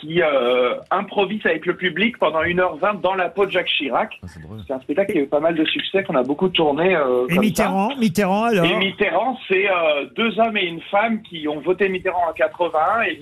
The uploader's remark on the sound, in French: LE COUP DE FIL DU JOUR. Était au téléphone des Grosses Têtes.